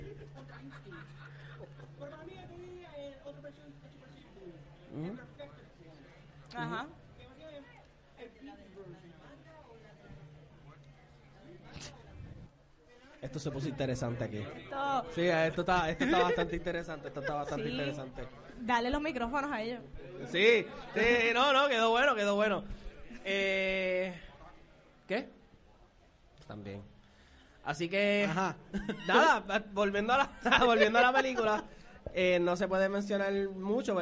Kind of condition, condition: setting, live audience